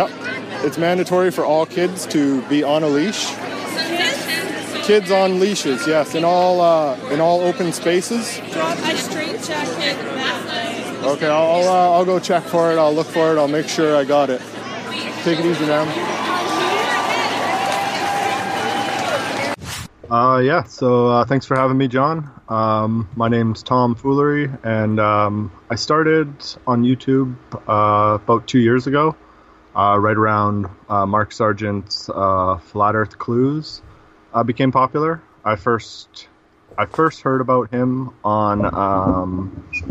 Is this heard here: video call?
no